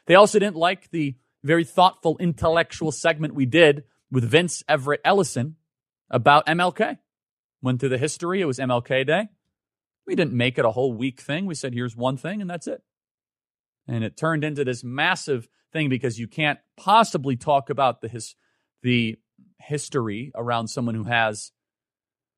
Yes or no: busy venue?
no